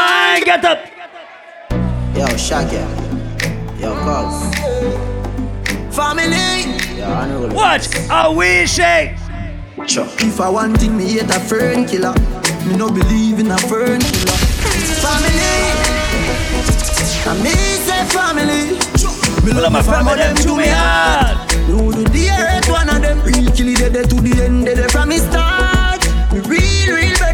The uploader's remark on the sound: LIVE AUDIO. Recording of my set at Island Saturdays on December 16th, 2023.